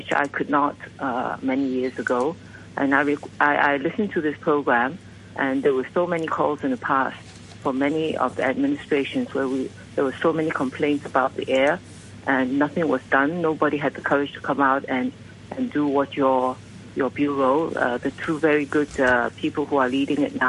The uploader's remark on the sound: Chief Executive Phone-in.